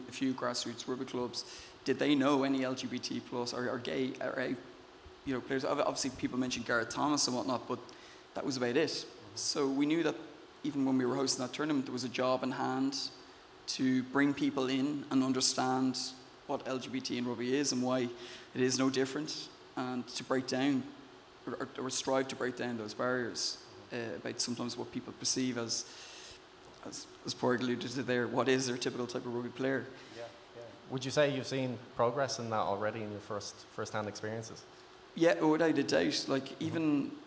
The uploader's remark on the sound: Special live show. We’ve recorded with a live audience at Dublin’s top sports bar, The Camden.